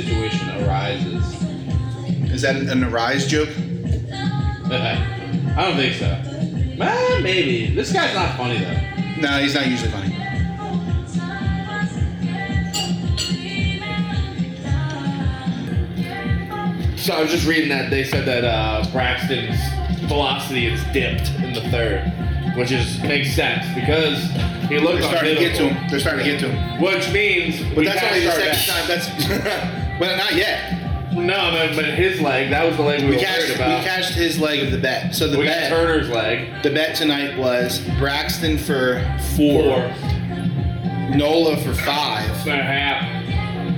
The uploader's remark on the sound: We did a thing...live from TimeOut sports bar in Skippack...and of course...we had technical difficulties.